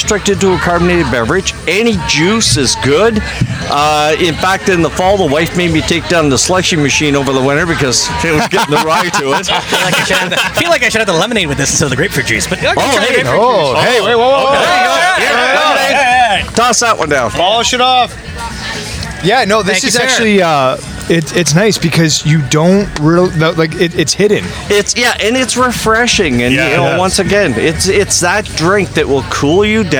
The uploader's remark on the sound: The guys take a tour to Paris...Ontario for their first live event! The first live event was held at the Paris Drinks Fest in Paris, Ontario. We have our first live interviews, our first fan of the podcast appearance. We hope you enjoy the environment as live music plays in the background throughout the podcast.